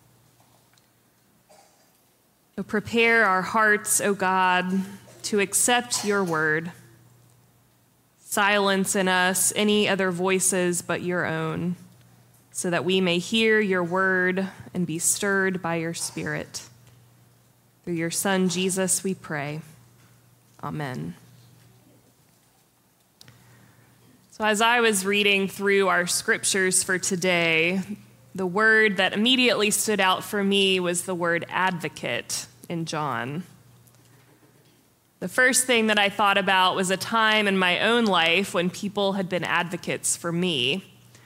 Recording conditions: live audience